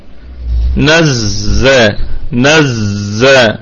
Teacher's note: نراعي طبعا طبعا فيها صفة الصفير والرخاوة